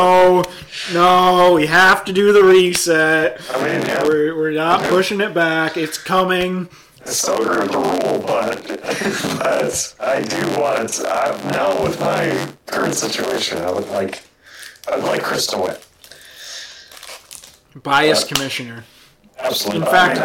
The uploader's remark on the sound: (FUCKED UP AUDIO). Effed the audio up and don't have time to record another. Unlistenable.